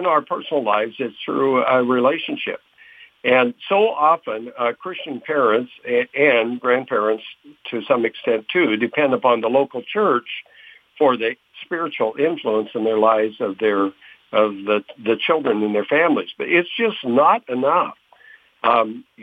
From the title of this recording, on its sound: With Phone Guest